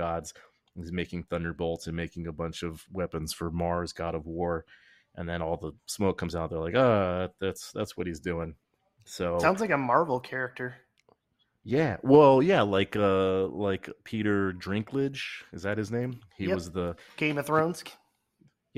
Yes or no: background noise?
no